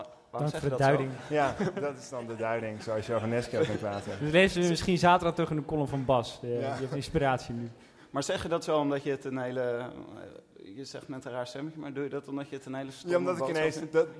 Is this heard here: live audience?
yes